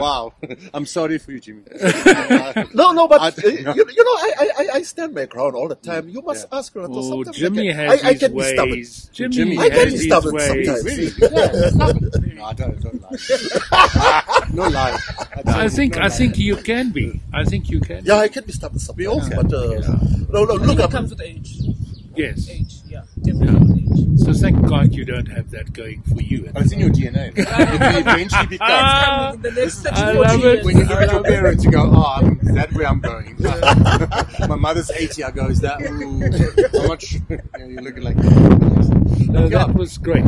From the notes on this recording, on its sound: We were outside and there are moments of wind-noise.